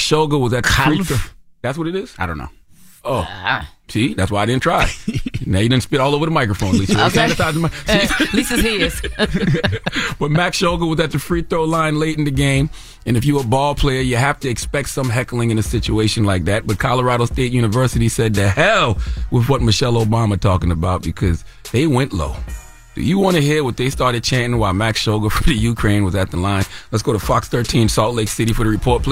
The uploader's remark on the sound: We also open up the phone lines